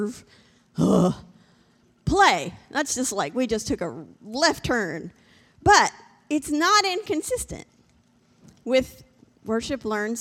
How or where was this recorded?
large echoing room